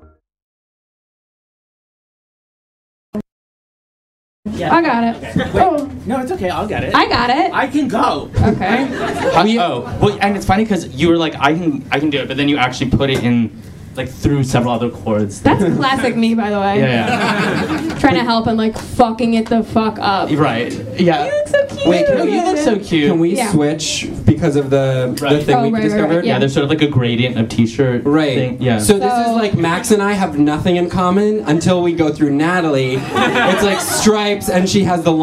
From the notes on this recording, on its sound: Another live show!